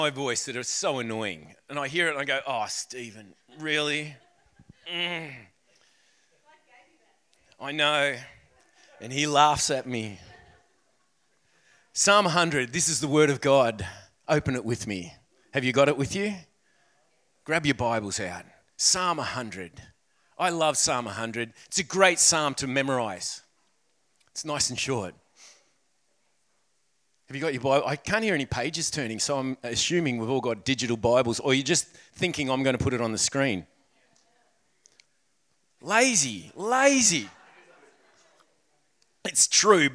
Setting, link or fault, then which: setting, large echoing room